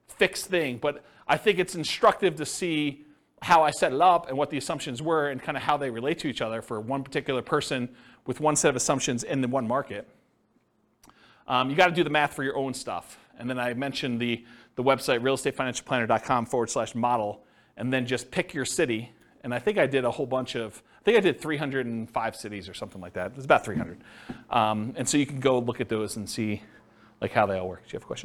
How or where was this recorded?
live audience